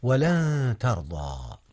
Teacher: أولا قوله تعالى ولن ترضى، هنا إخفاء يا أستاذنا، أخفيت نون لن قبل التاء، والتاء من أحرف الإخفاء